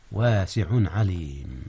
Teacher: جاء إظهار هنا يا أستاذنا. أظهر التنوين قبل العين، إذ العين من أحرف الحلق